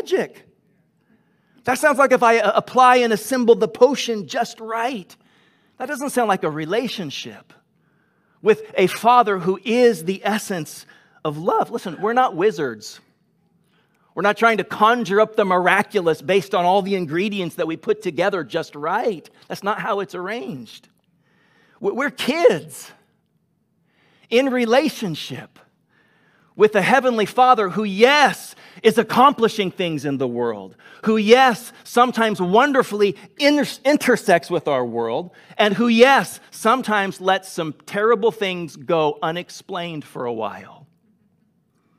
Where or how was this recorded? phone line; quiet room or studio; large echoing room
large echoing room